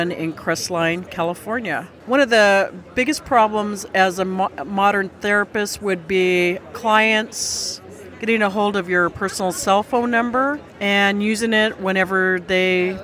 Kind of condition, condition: setting, busy venue